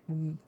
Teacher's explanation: immediately go into a V sound with your teeth on your lower lip and voicing it, v, v, v, v, the V sound.